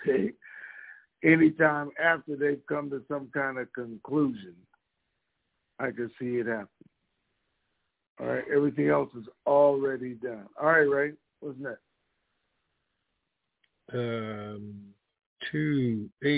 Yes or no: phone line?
yes